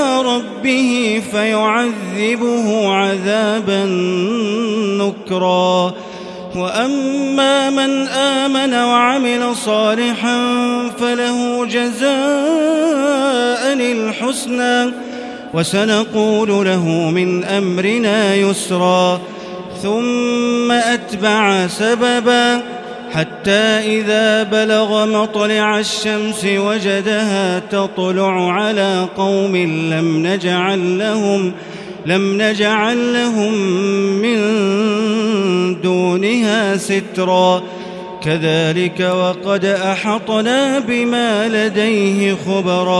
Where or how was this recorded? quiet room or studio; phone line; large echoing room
large echoing room